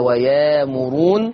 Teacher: إبدال الهمز الساكن بألف المادية